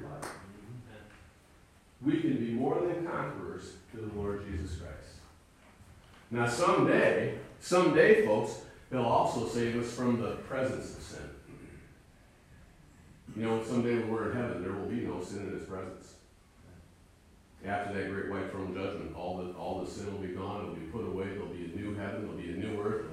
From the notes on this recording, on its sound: Sunday morning message recorded live at Calvary Baptist Church of Caseville MI.